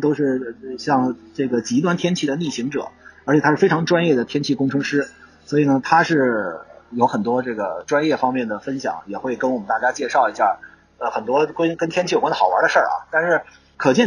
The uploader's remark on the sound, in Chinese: 这个地方就是海南文昌！我非常荣幸地在发射现场直击了这次航天盛事。在离开文昌前，我抓紧时间给大家录制了这期播客，虽然现场环境有些噪杂。